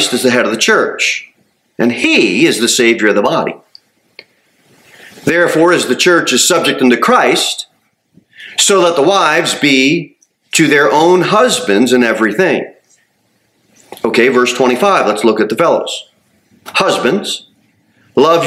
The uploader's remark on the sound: Sermon delivered at Pilgrim Baptist Church. Cookeville, TN 38501.